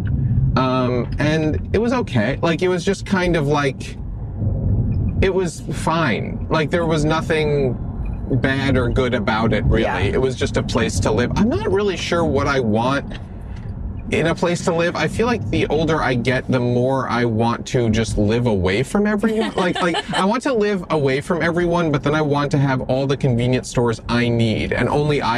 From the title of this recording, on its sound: In the Car